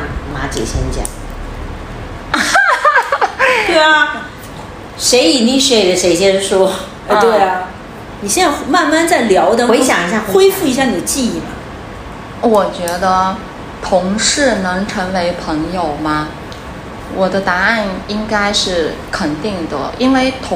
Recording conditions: background noise